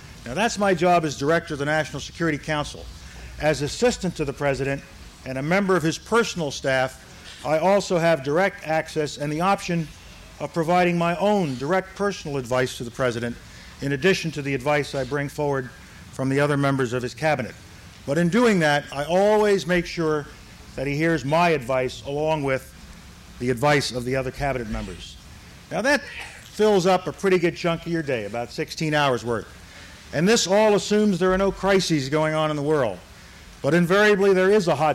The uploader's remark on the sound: This address was recorded at the Academy of Achievement's 1988 Summit in Nashville, Tennessee